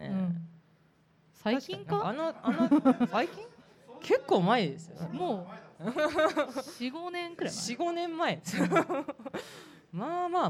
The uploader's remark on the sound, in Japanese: 公開収録を行いました